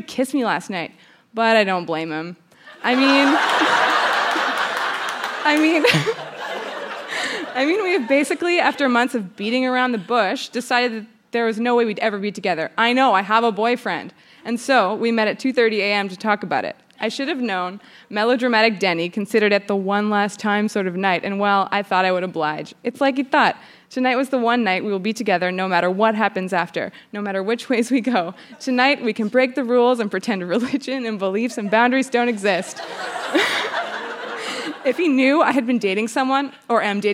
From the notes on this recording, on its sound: Recorded live at the Park Theatre in Winnipeg, MB.